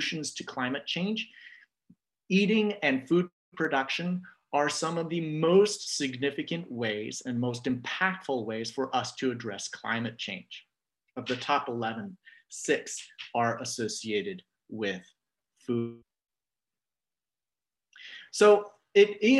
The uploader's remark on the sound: This audio was captured from Zoom. As part of Yom Iyyun on Food Ethics.